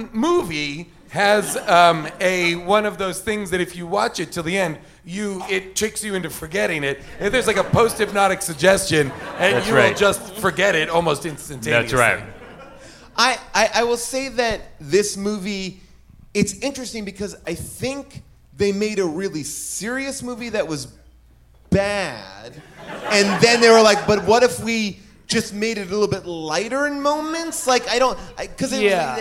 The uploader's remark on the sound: Recorded live at Largo at the Coronet in Los Angeles.